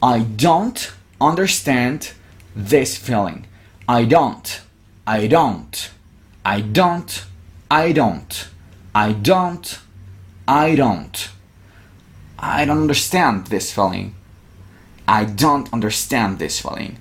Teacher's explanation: La D puede sonar como una D o puede sonar como una R. Es una cuestión de pronunciación variada, pero las dos son correctas.